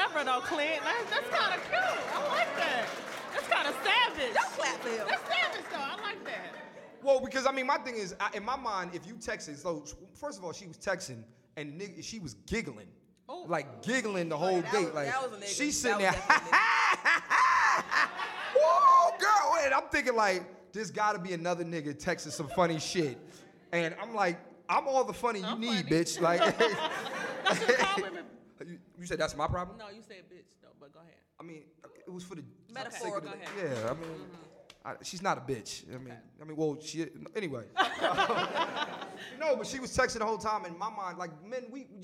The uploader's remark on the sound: New York City Live Podcast